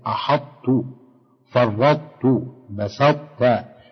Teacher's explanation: فإنك تبقي صفة الإطباق في الطاء عند النطق